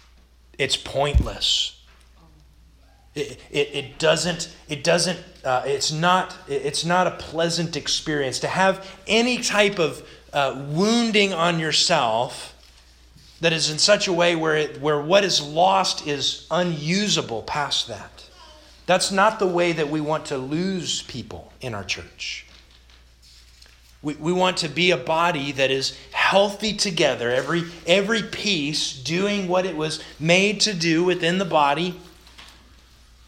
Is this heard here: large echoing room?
yes